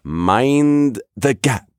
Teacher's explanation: There's that long mind, and then the gap comes quick. · Term: cadence